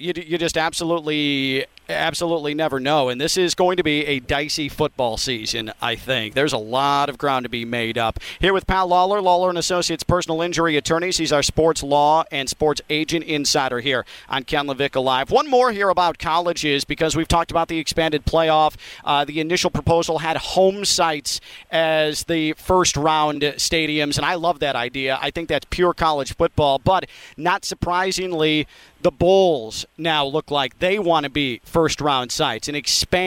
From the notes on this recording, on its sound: Live from Big Ten Media Day at Lucas Oil Stadium in Indianapolis